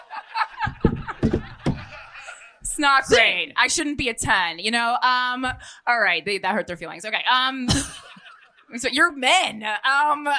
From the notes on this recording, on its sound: This week's episode was recorded live at Skankfest in Las Vegas, Nevada! Read an email in-studio. We then move to the live show. A live dck rating of several bold audience members.